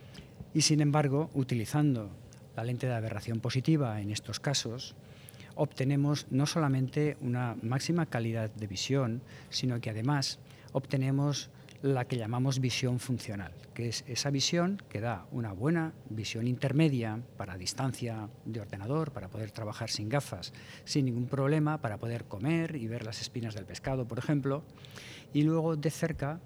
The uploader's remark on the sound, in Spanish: grabado durante la 38º edición del Congreso SECOIR en España